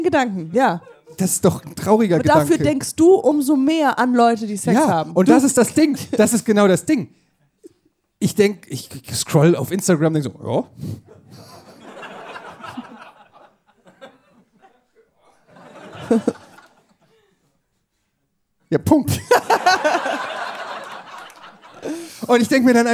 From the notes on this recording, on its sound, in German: Live in Hamburg. Live im Hamburg, der Opening Act des Schmidt Podcast-Festival: Podcast Schmodcast.